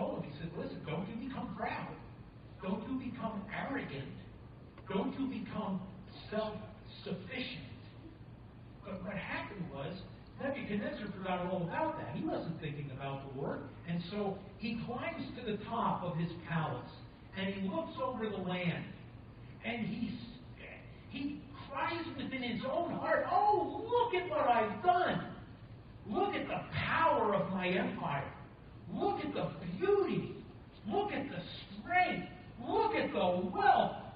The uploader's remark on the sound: Thank you for your patience as we are still having recording issues. You may need to turn up the volume on this one.